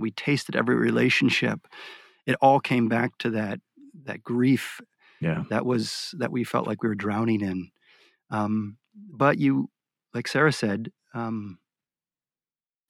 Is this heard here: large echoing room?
no